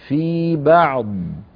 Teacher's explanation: الضاد رخو يجري معه أكثر بقليل